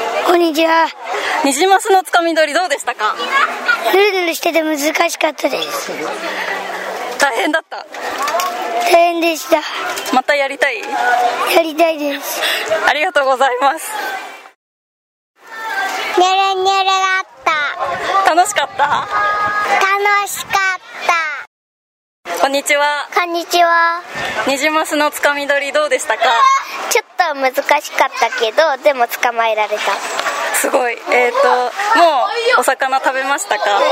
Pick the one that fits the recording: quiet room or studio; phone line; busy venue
busy venue